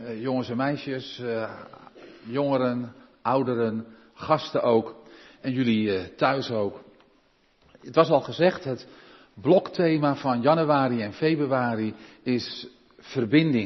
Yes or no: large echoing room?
yes